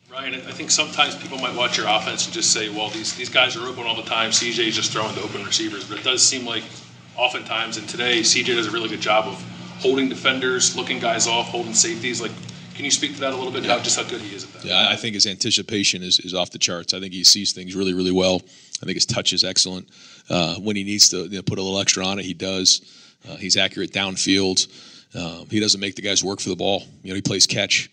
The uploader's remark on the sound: Press conference. Speaks with media following the 56-7 victory over the Michigan State Spartans. In Columbus, Ohio.